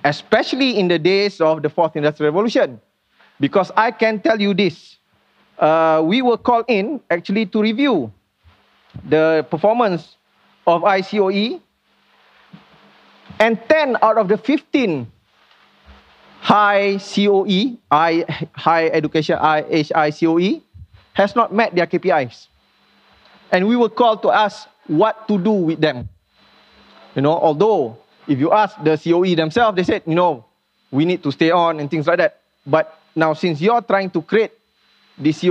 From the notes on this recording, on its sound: LIVE KEYNOTE. This podcast is recorded during the Symposium on Academia Industry Collaboration organised by SMRI UiTM, MARii and KPM on 24 Sept 2019, in Shah Alam.